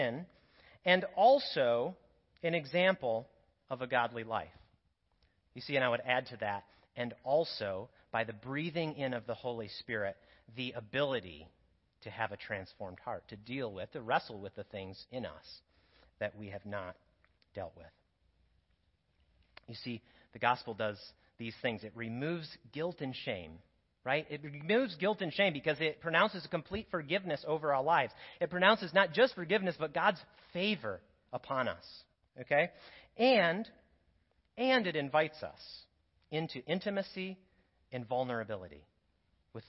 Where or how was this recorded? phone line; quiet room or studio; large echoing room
large echoing room